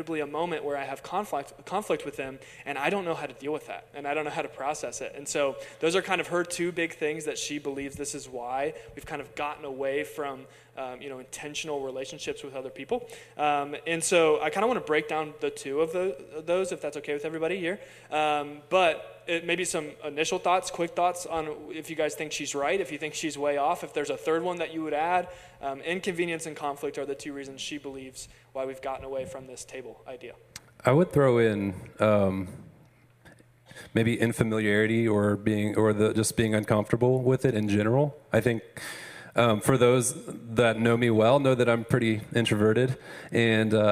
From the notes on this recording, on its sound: LIVE ON STAGE. This week we did our podcast live for our church family!